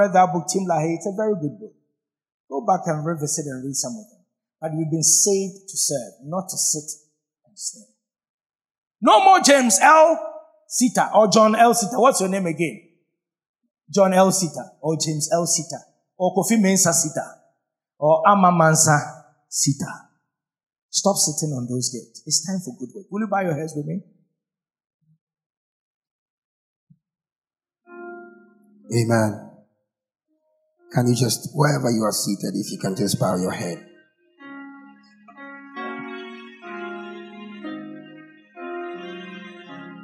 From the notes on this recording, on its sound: Sermon preached at CBC Shiashie Campus